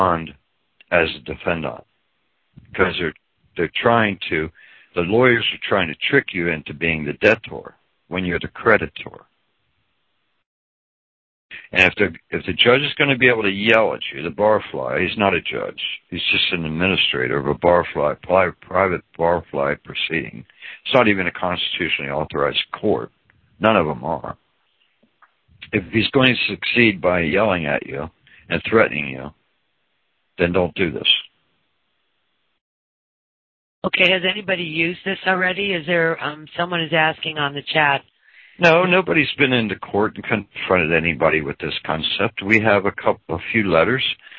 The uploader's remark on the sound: Audio call from around 2014